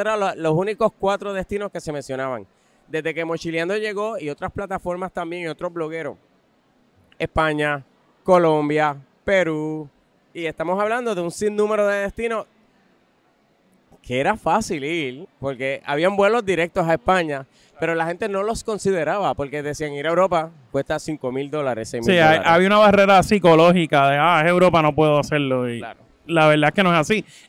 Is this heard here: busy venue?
yes